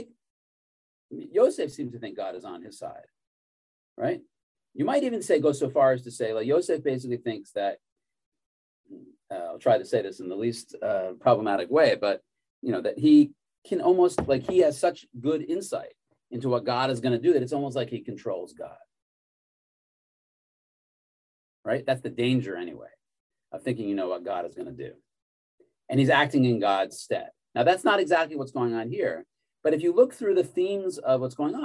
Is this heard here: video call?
yes